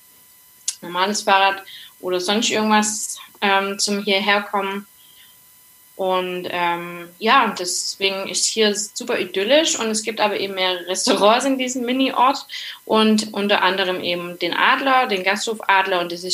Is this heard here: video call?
yes